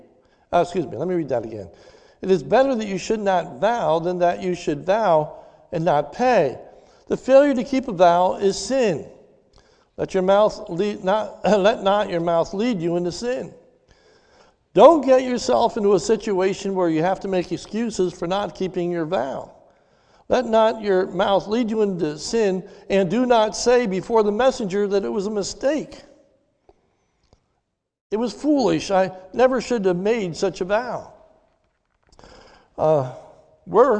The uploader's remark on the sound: This is a sermon recorded live at the Lebanon Bible Fellowship Church in Lebanon, PA during the evening service on 03/07/2021